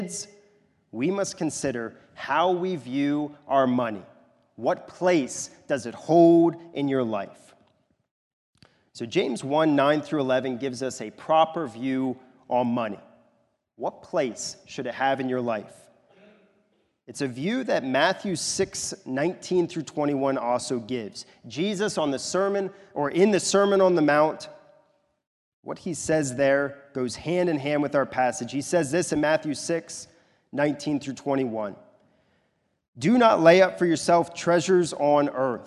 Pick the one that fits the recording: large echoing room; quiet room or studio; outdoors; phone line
large echoing room